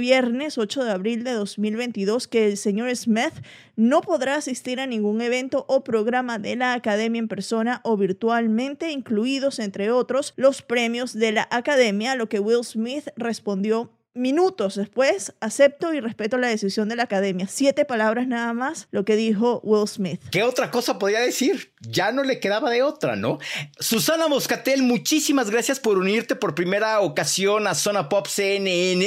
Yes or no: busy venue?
no